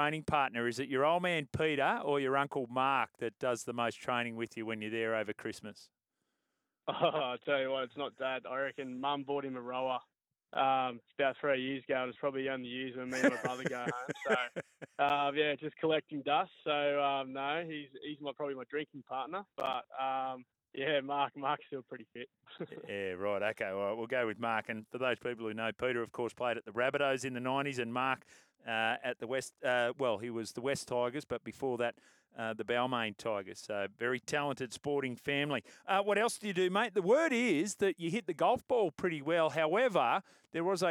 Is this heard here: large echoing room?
no